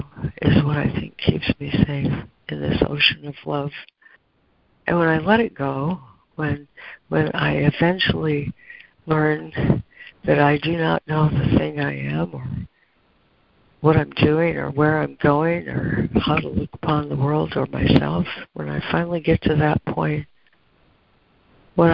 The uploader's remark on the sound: ACIM Daily Conference Call.